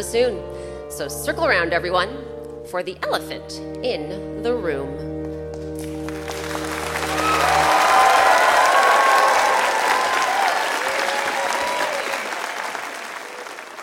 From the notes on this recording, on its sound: Recorded live